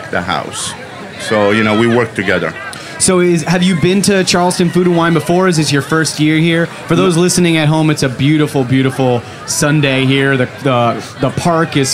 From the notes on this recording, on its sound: Our final interview at the Springer Mountain Farms campfire at Charleston Wine + Food 2018